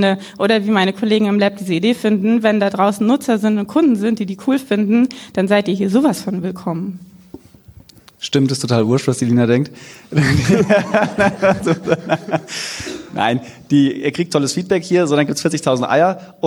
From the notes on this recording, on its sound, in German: Die Folge wurde als Live Mitschnitt auf dem ersten Sidepreneur Meetup in München aufgezeichnet.